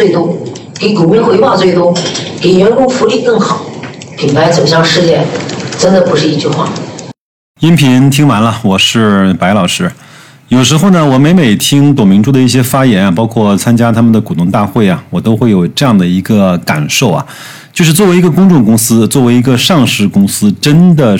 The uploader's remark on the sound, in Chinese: 格力电器2021股东大会实况录音